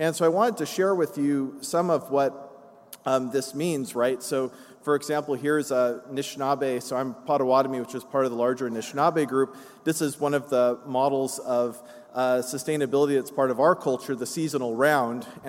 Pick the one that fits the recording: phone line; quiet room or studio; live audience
live audience